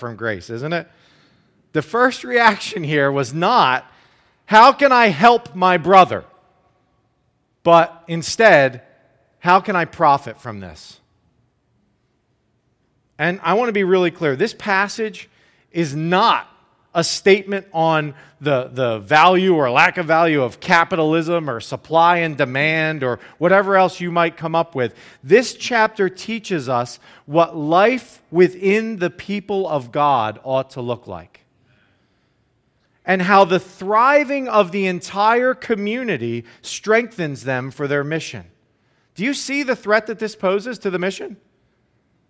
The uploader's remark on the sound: preached this sermon at Joy Community Fellowship in Pitman, NJ